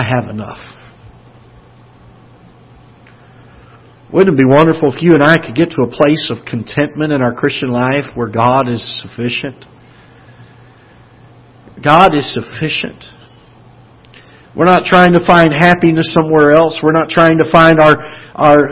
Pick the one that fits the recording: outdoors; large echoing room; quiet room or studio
large echoing room